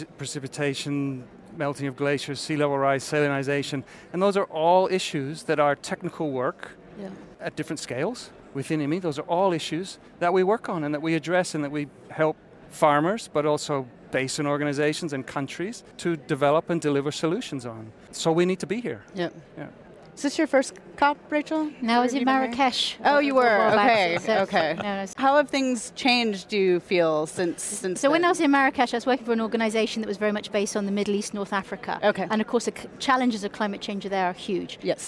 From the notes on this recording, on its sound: This special episode of ClimateReady was taped live at the ongoing UNFCCC COP25 in Madrid, Spain.